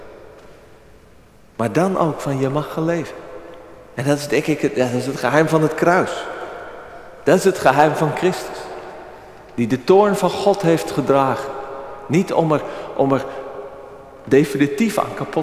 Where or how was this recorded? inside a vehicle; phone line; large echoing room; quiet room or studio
large echoing room